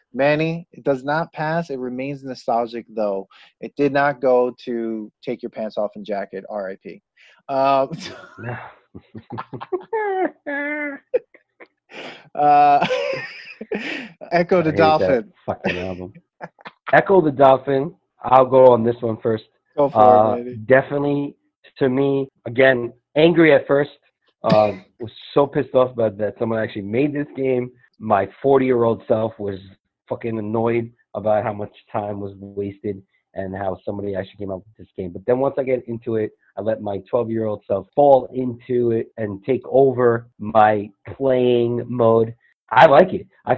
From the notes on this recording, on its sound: We recorded this on July 12th, 2020 on Zoom so there are small sound discrepancies.